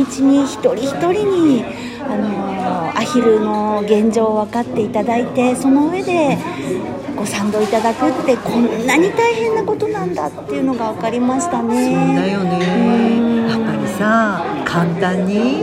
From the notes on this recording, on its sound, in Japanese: 忘年会ついでに収録しました